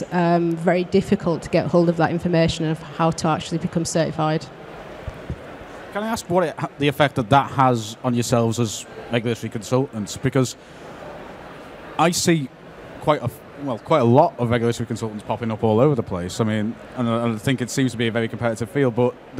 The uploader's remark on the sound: Live from Med-Tech Innovation Expo 2023 (recorded 7th June)